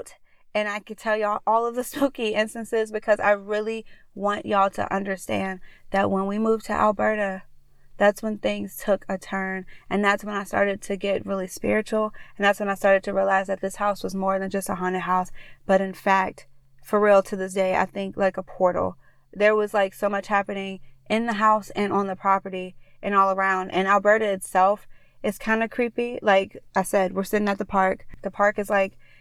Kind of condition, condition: setting, inside a vehicle